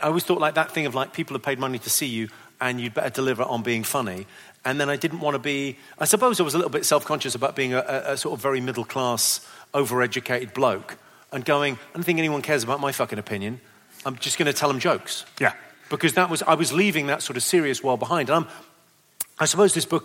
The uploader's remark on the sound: This is a live performance in front of an audience. Live on stage during his “Terribly Funny” tour shows in Manchester, Birmingham and Cardiff.